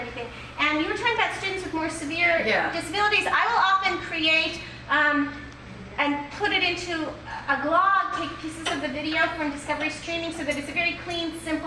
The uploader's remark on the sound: A recording of a live event from a presentation. At Temple University.